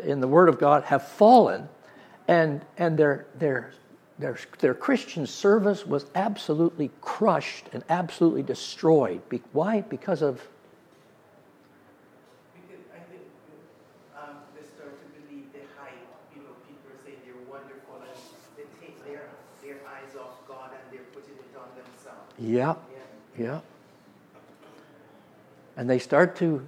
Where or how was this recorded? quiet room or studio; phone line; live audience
live audience